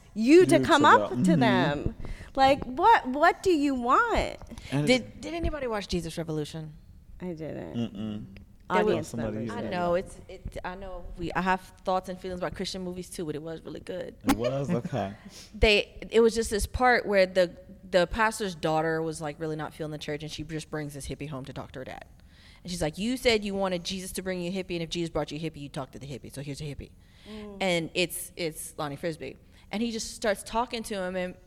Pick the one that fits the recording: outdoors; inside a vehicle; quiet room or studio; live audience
live audience